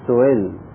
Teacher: بين بين المشهور أننا نقول سئل يعني بينها وبين حركتها، بين الهمزة حركتها الكسرة، بين الهمزة وبين الياء، لأن المجانس إلى الكسرة هو الياء